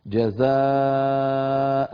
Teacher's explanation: إذا وقفنا على جزاء المنصوبة نقف عليها بمد العوض